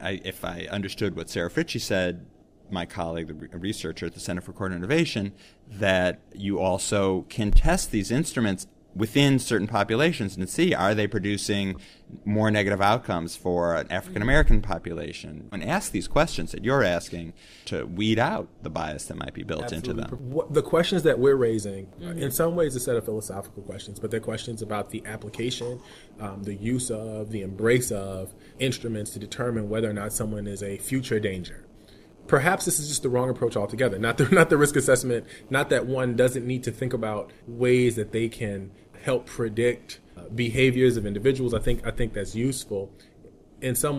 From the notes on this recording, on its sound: Today with me at the Justice Innovation in Times of Change Conference here. At the Quinnipiac School of Law in North Haven, Connecticut are two of the panelists who participated in a discussion.